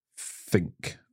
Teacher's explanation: So the sound where we don't use our voice is the sound at the beginning of the word think.